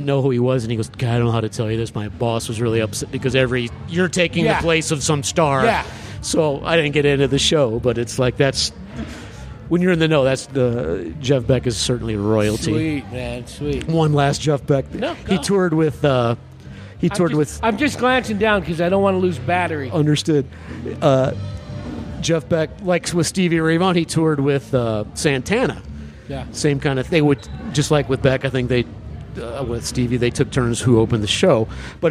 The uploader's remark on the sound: This episode was recorded at The Raven Café in Prescott, AZ. This episode was recorded at The Raven Café in Prescott, AZ.